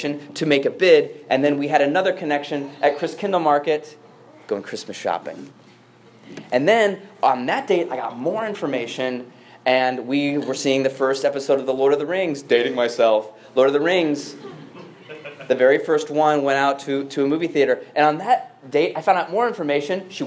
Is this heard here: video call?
no